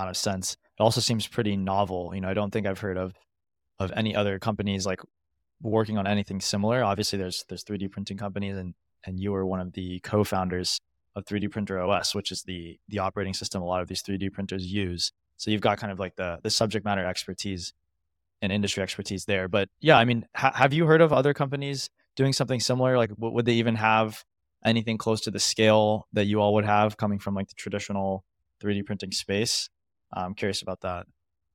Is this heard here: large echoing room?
no